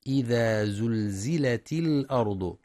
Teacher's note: ينتبه القارئ لكسر التاء في إذا زلزلت الأرض وصلا لالتقاء الساكنين